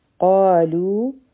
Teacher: قاف به غټ وایو او دوه حرکه به راکاږو. لو هم حرفي مده دی، دوه حرکه به راکاږو.